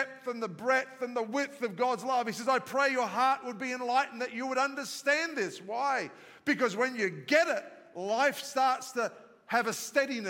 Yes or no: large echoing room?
yes